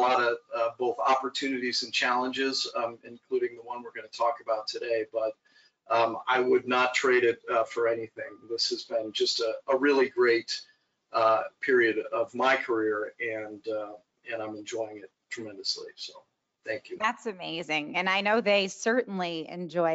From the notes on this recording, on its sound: we share our webinar